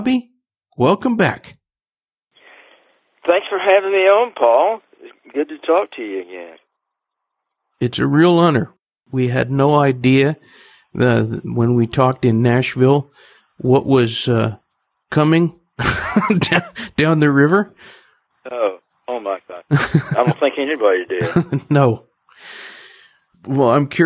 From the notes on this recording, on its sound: he joins us by telephone